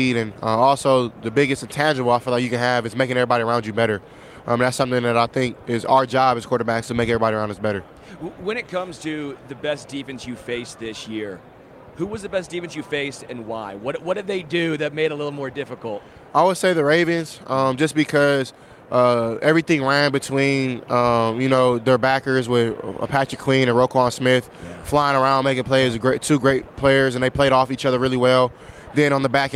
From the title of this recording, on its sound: Live from Super Bowl LVIII